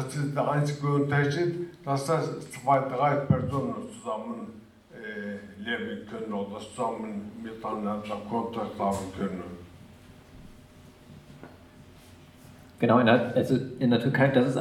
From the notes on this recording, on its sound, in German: Mitschnitte des TATORT Kurdistan Cafés. Im Centro Sociale, Hamburg.